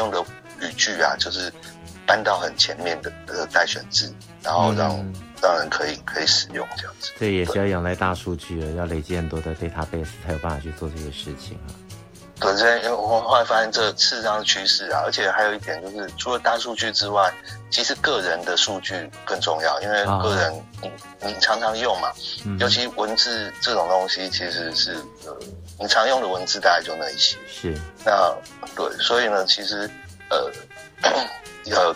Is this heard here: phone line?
yes